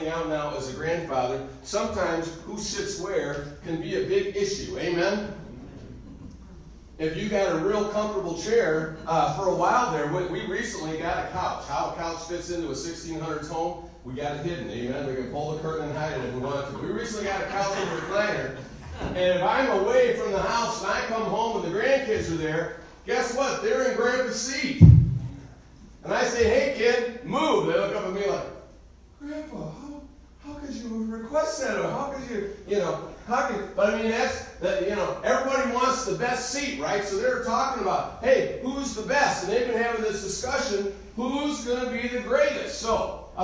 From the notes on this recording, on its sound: Recorded live am message